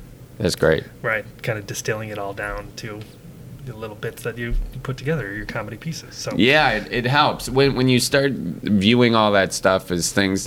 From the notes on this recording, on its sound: Recorded at Lambeau Field